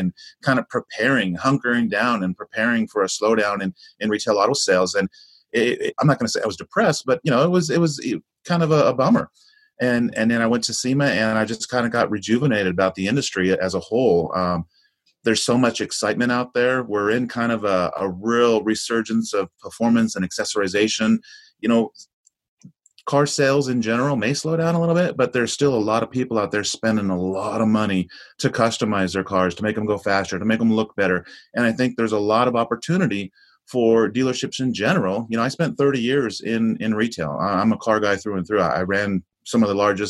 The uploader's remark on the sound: In this episode we feature the key highlights from a live panel discussion held on one of our Auto Retail Marketing Webcasts.